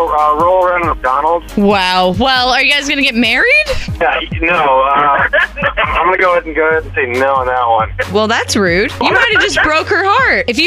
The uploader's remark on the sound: called in to the show on a Friday night